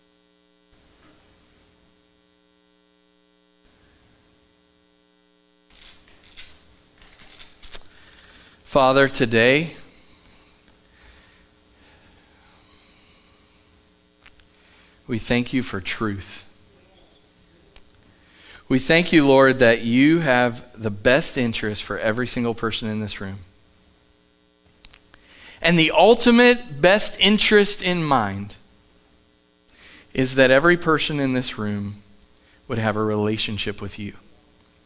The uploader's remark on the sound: Live from The Summit Church in Dover, OH